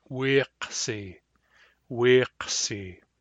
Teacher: you can tell that it's a Q because of the way that it deforms the long I before it